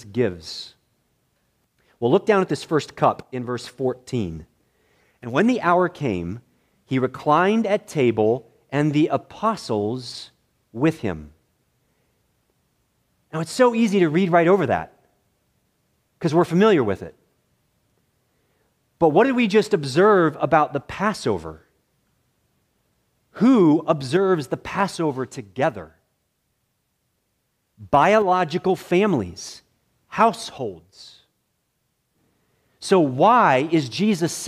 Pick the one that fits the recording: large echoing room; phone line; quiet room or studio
large echoing room